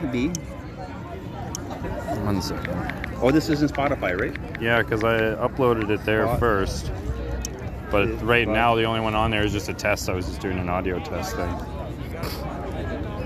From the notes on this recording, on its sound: Live interviews at a freedom protest in Toronto, Canada